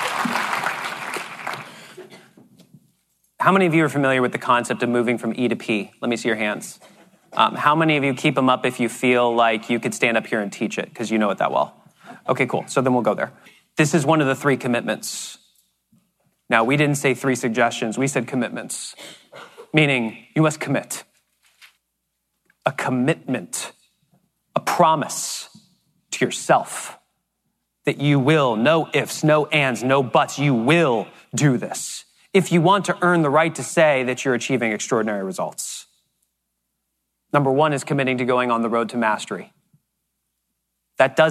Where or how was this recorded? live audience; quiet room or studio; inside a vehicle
live audience